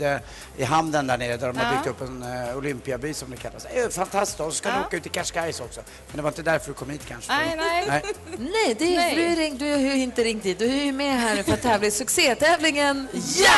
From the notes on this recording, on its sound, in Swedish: Live från Arlanda! Tävlar med resenärer på plats!